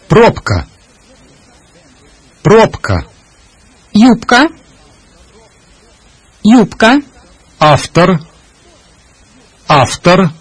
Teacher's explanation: When a voiced letter immediately precedes one of the voiceless letters, К, П, С, Т, Ш, it is devoiced. That is, it becomes voiceless.